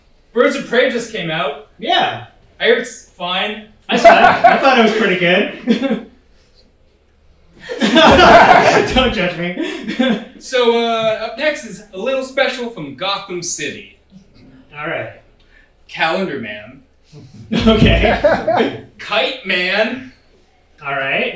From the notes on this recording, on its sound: filmed at NOT ACCEPTABLE LIVE!